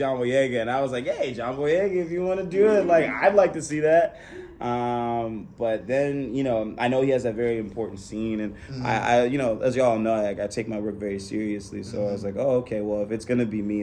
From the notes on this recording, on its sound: The boys are literally recording this live from Anime NYC.